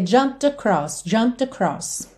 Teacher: O E não é pronunciado, eu já vou do M direto pro D.